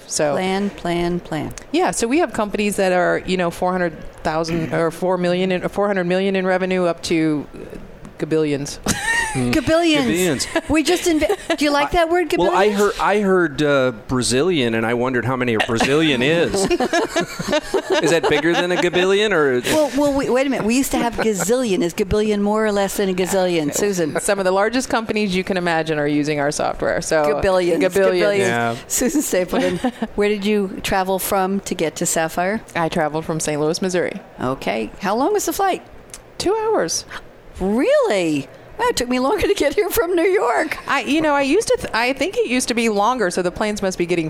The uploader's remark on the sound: Live from Sap Sapphire Now 2017